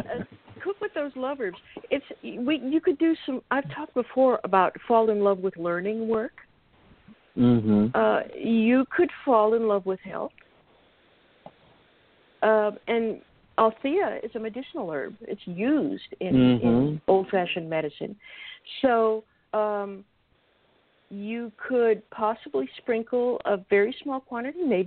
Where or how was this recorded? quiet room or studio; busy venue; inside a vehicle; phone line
phone line